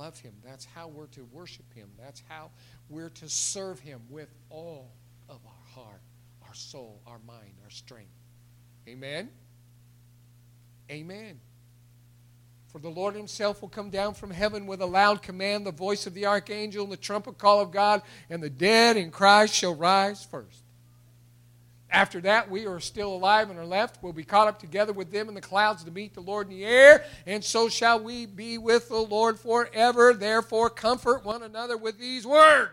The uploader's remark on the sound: It was recorded March 21, 2021 at Open Bible Church in Lawrenceburg, KY.